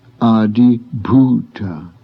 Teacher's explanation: Notice the aspirated B in the following word.